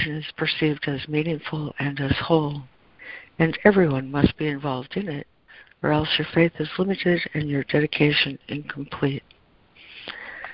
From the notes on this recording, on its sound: ACIM Daily Conference Call